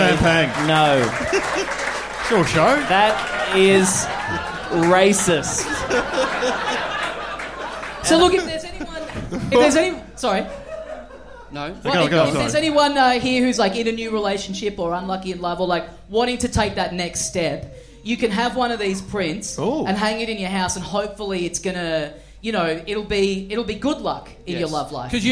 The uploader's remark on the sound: We're LIVE from Melbourne